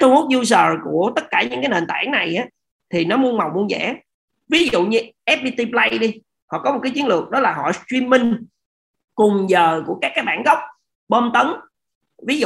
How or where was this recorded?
video call